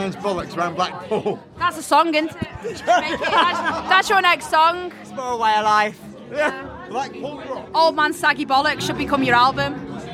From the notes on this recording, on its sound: Took refuge under the cover of the covered outdoor stage at Sav Fest. After getting absolutely drenched interviewing outside I took refuge under the cover of the covered outdoor stage at Sav Fest. We even had a full crowd Sing -a-long in the quiz to thank them for keeping the noise levels down a bit so I could interview.